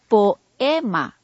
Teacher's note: no se divide el hiato en 2 sílabas, sino que se deja una sola sílaba como si fuera un diptongo · Term: sinéresis